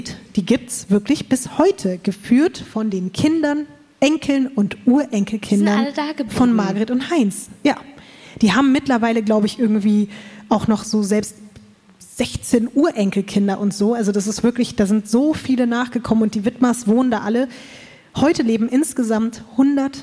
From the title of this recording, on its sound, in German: LIVE in München